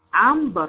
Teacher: تقلبي حرف النون اذا جاء نون الساكنه اذا اتى وراء حرف الباء يقلب لميم وبغنه · Term: الاقلاب